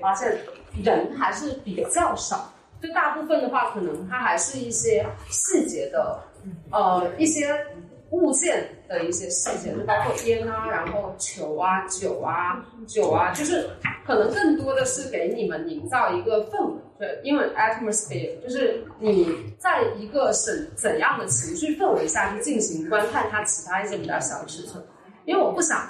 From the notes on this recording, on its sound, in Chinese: 一树ARBRE艺术空间（深圳市福田区园岭六街园岭新村74栋103）。开幕对谈，现场录音质量较差，请见谅。